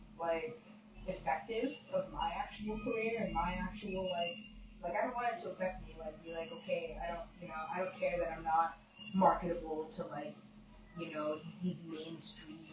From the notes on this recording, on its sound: Super quiet audio - sorry about that.